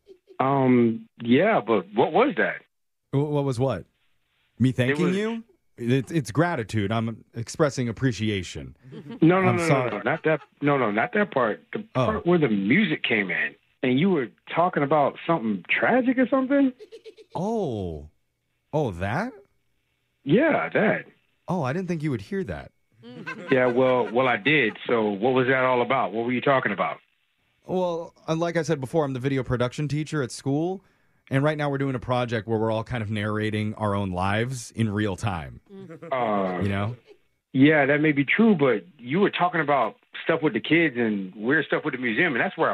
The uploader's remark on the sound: Phone Tap